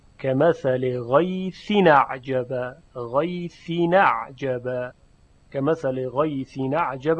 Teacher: غیثین تنوین که در حقیقت یک نون ساکن هست رسیده به همزه قطع، اعجب. در اینجا نقل و حذف صورت میگیره